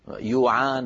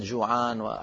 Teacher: قلب الجيم ياء كما في شرق الجزيرة العربية · Shown in: first take